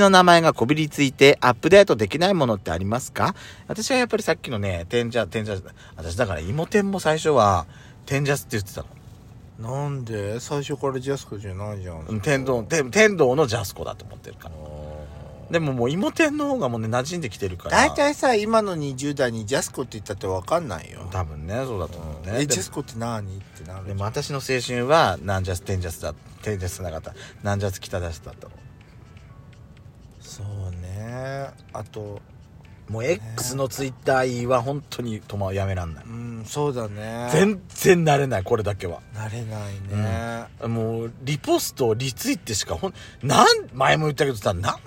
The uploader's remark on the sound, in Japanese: パーキング収録